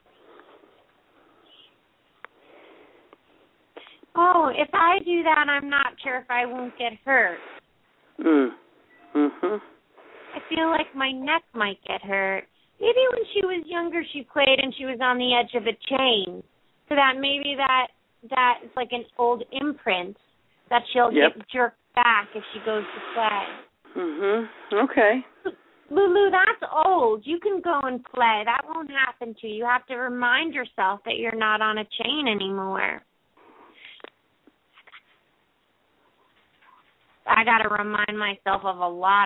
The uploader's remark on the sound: open up the lines for listeners to call